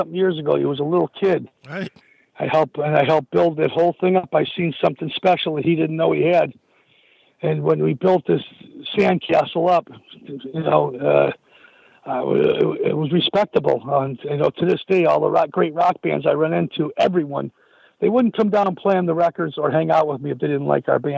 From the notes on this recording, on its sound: called